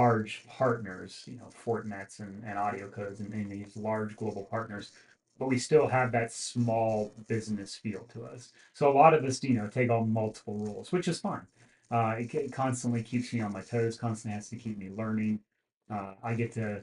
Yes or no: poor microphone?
yes